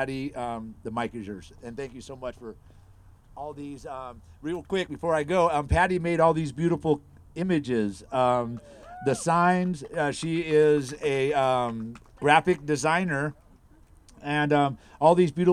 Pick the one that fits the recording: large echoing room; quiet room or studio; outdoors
outdoors